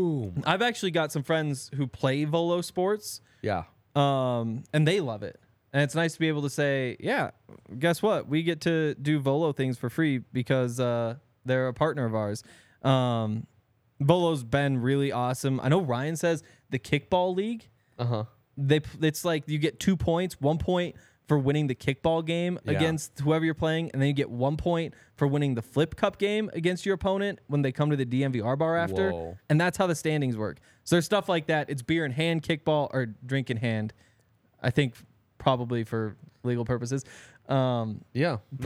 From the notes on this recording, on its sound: coming to you LIVE from the DNVR Bar